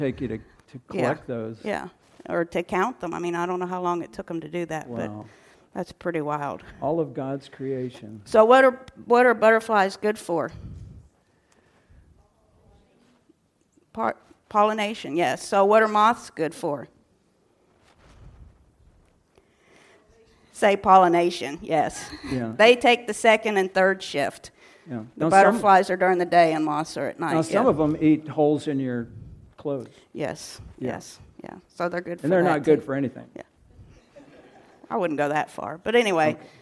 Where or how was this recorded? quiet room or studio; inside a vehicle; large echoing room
large echoing room